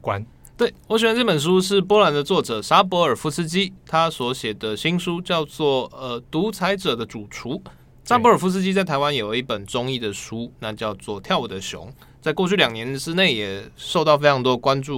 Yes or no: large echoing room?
no